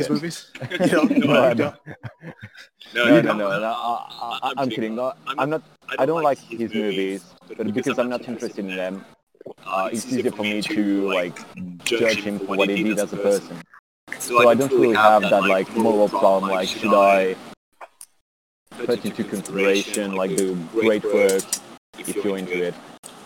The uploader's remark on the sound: joins us live from a cafe in Lyon, France